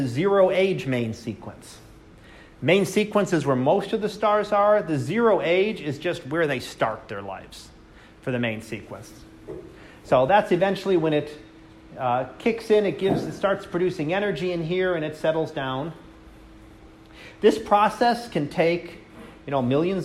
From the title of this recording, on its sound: Live Class Lecture 2019 Oct 21